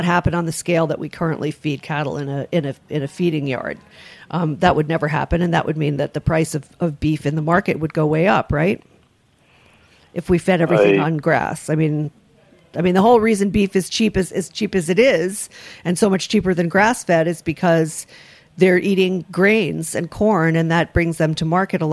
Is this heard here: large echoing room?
no